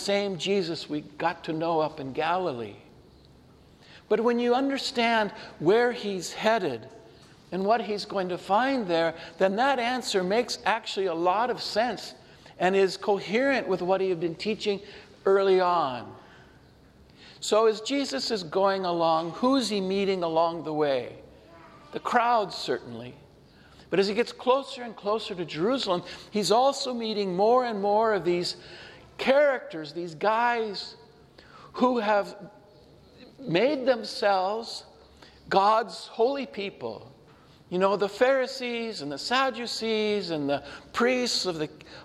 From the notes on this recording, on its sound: This homily was shared at Sacred Heart Church, in Brewster, Washington